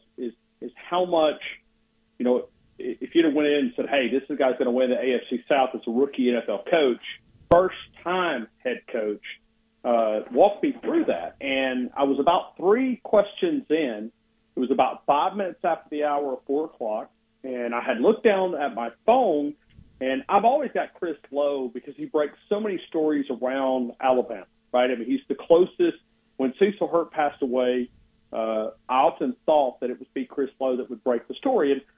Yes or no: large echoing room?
no